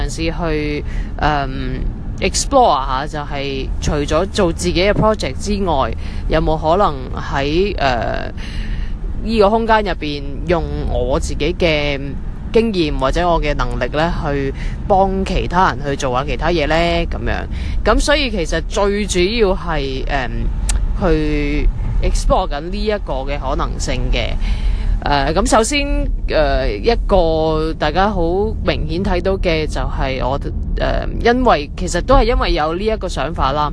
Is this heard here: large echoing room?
no